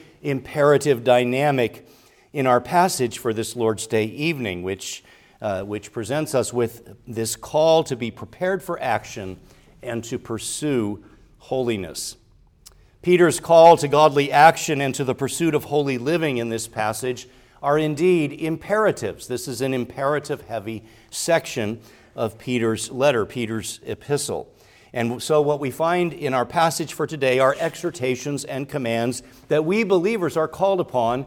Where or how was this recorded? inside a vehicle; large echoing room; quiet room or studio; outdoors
large echoing room